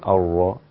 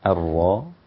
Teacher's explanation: من طرف اللسان يرتعد داخل الفم، ليس له علاقة بالشفتين · Shown in: second take · فلا تقول الراء، هي الراء.